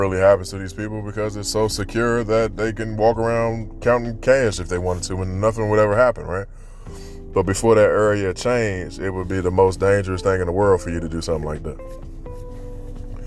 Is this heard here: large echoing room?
no